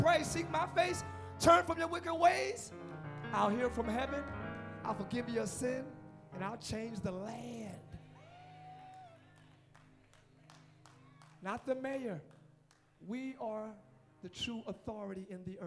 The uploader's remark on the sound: Live Church Orlando